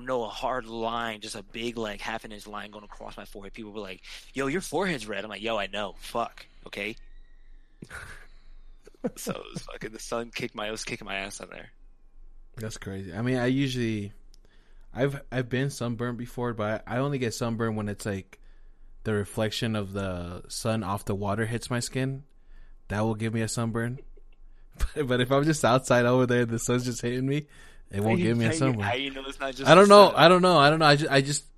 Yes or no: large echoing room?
no